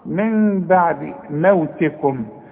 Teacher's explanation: النون ساكنه وبعدها ب، يحصل اقلاب مع الاخفاء مع الغنة